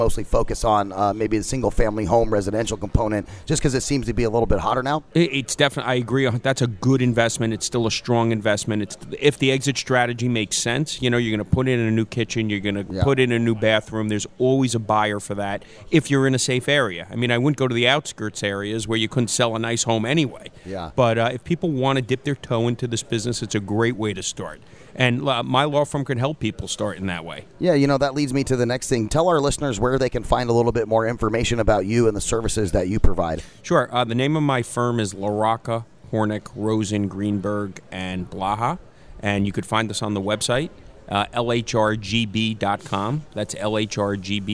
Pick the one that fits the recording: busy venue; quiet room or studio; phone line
busy venue